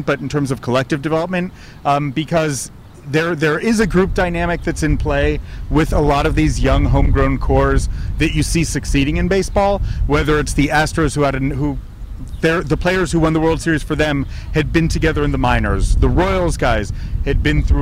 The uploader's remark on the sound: Reporters in Rickshaws. While riding through the streets of Boston courtesy Boston Bike Taxi and Lord Hobo Brewing.